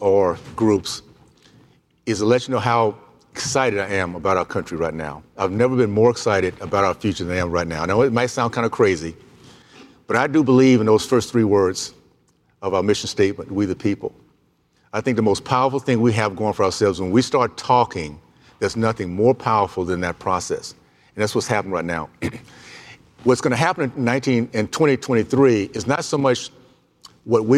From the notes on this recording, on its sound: Comes live from the 2022 Career Education Convention. Comes live from the 2022 Career Education Convention.